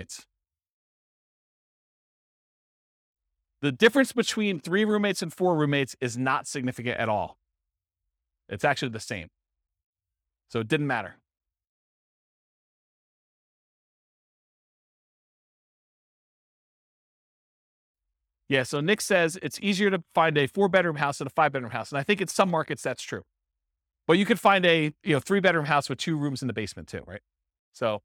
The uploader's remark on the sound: This was a live class recorded